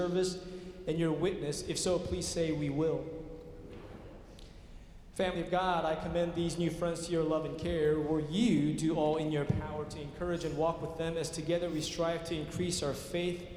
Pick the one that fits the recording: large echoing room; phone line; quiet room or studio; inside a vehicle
large echoing room